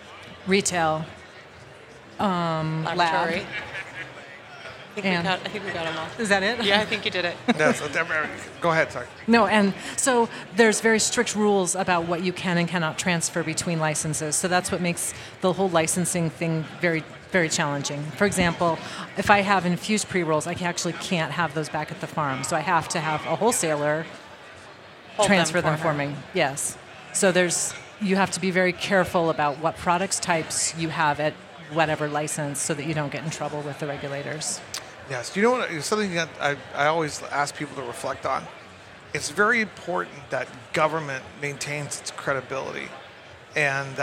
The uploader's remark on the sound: Recorded at MJBizCon 2023.